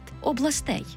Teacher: А в орфоепічному словнику української мови 2001-2003 років вже на сторінці 14 його другого тому фіксуємо виняток у родовому відмінку множини. Там тільки наголошений останній склад областей